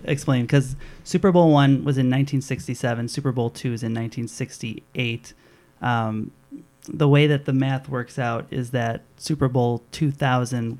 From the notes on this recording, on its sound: We apologize, as there is a slight hum in this episode caused by a faulty cable.